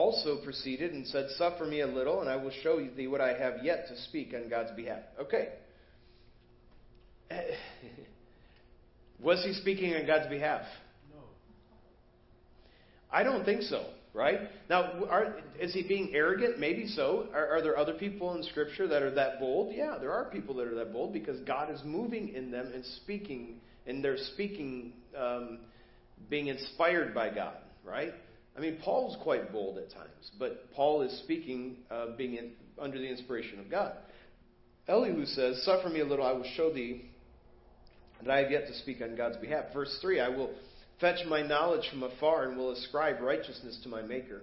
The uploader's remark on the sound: Preached at First Baptist Church of Hazel Park.